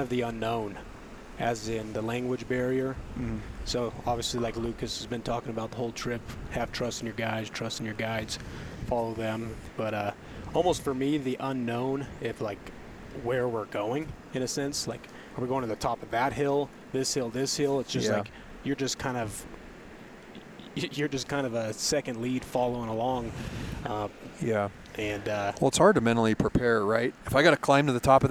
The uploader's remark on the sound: Live From Camp Ibex